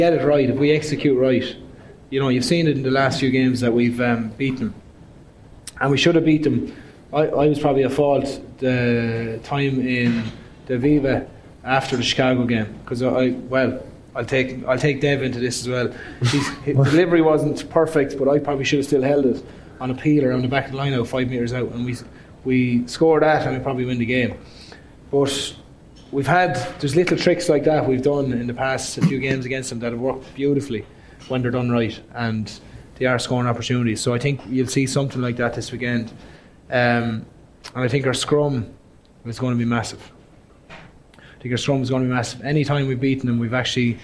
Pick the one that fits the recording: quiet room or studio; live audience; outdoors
live audience